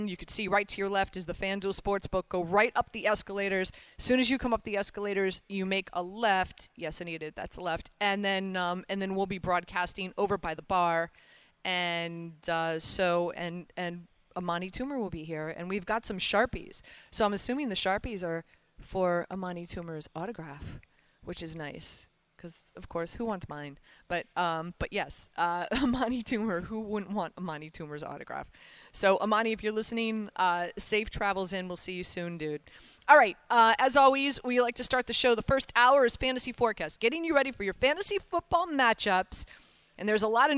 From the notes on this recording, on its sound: Live from The Meadowlands Racetrack